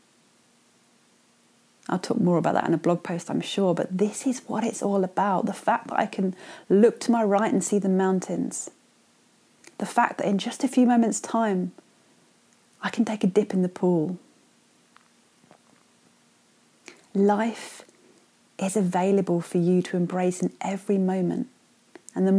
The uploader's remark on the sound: raw unfiltered and totally unedited 'brains dumps' recorded as simple voice notes on my phone